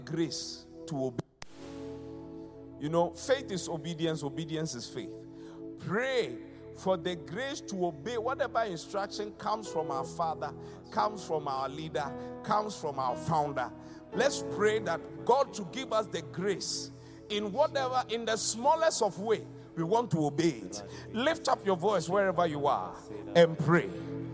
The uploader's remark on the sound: Preached at the Qodesh